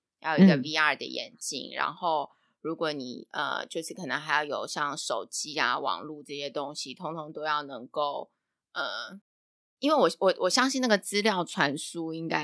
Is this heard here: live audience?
no